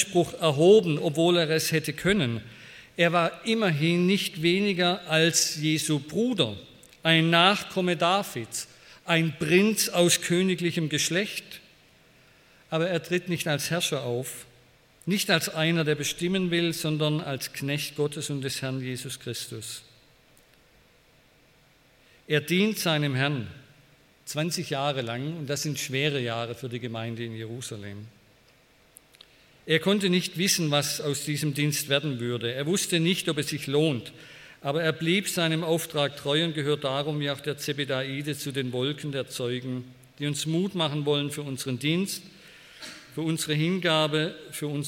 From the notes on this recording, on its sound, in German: bei einer Veranstaltung der Liebenzeller Mission